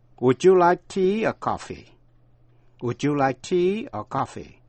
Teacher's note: Cao giọng ở chữ tea, hạ giọng ở chữ coffee.